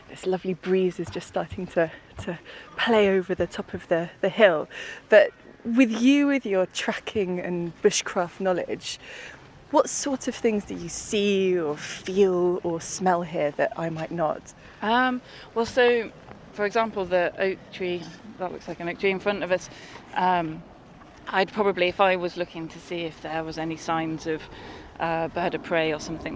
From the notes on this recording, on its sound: at the Timber Festival in the National Forest in Leicestershire